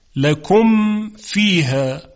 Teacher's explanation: یعنی میم باید کاملا اظهار بشه